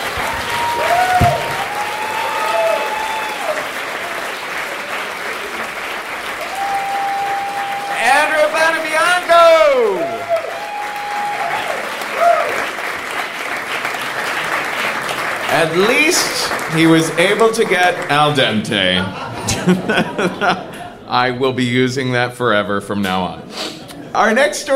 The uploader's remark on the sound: Live From Philly 4! Tell stories at our latest trip to the City of Brotherly Love.